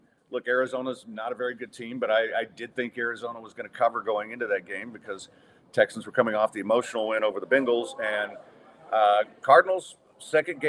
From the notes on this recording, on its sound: Recorded on site at Midtown Bar and Grill.